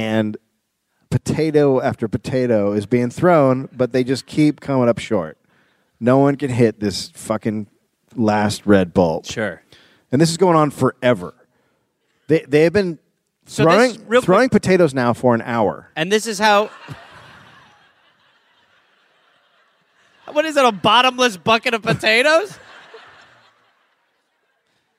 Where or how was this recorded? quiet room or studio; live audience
live audience